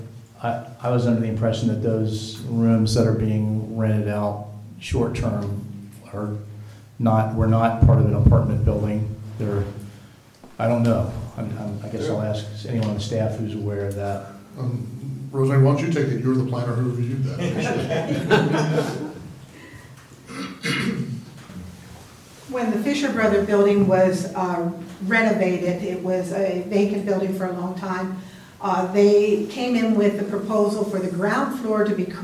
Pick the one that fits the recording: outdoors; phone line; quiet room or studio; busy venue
busy venue